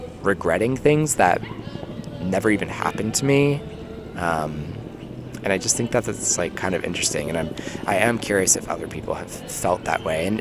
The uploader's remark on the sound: we're live from Prospect Park baby !